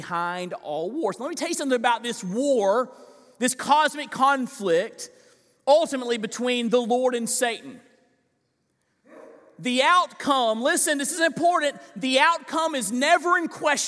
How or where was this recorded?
large echoing room